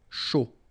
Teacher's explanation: final D not pronounced